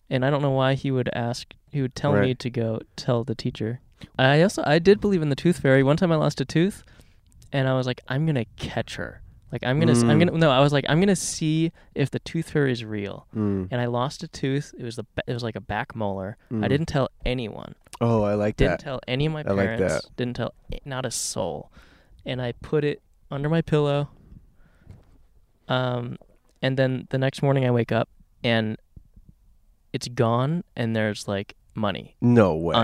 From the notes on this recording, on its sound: We went to the middle of the desert and played some stories sent in by listeners. Recorded in Joshua Tree National Park, California.